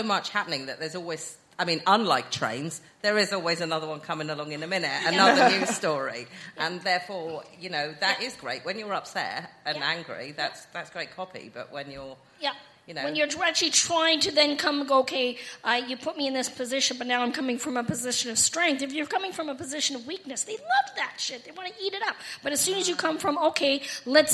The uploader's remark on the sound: SIM Ep 279: Live at London Podcast Festival. Oh yes, we're coming at you live this week and by live, we mean we recorded this at London Podcast Festival at the weekend.